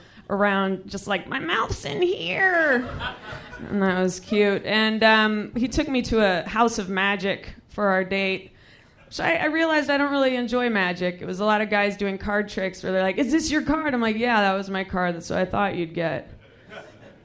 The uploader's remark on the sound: Recorded this set at our live show in Washington, DC.